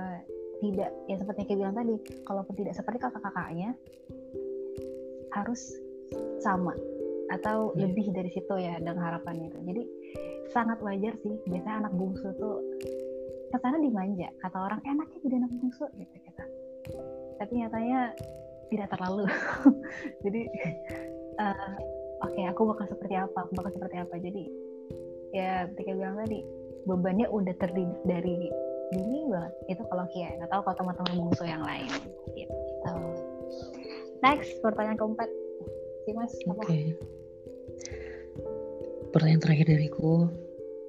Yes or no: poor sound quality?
yes